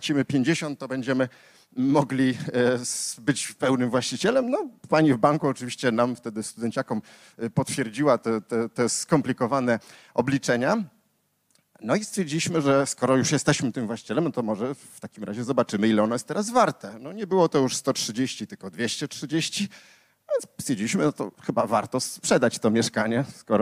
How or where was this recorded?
live audience